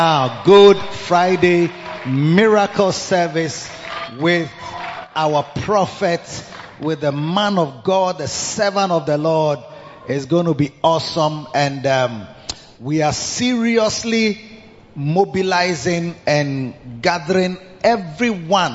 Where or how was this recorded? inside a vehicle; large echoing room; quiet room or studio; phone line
large echoing room